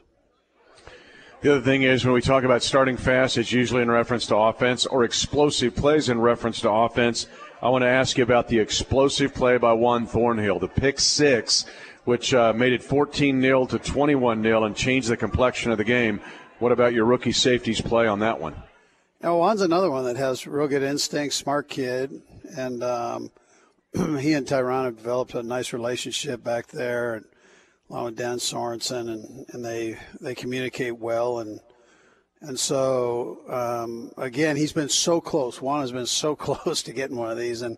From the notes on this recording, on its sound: LIVE from Hy-Vee